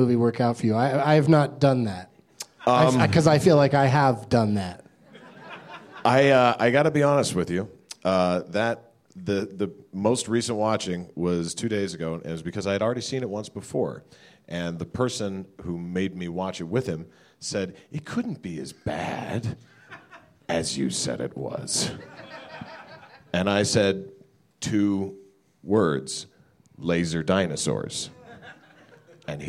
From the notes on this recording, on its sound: Live from Reno Tahoe Comedy in Reno